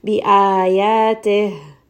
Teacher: We are going to give it a bit of air so that it is very audible, and we don't drop this ha. · Term: hems